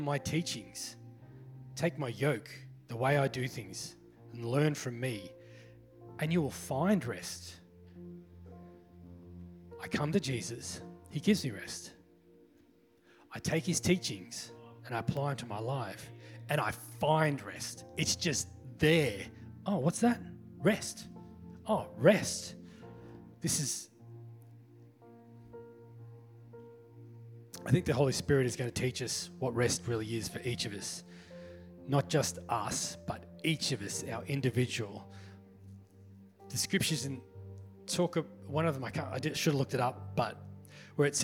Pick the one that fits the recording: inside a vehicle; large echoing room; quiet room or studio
large echoing room